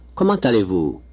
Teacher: Notice that the letter T of comment is linked together with the A of allez. This is called liaison and often occurs when a word ending in a consonant is followed by a word beginning with a vowel.